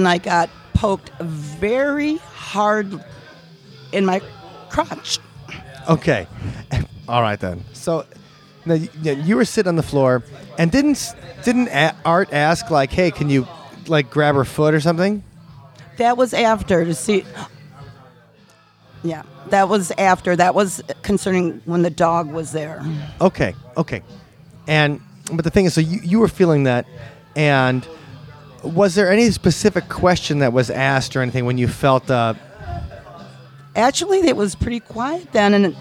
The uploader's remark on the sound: The World’s Largest Ghost Hunt: Live From The Old Baraboo Inn.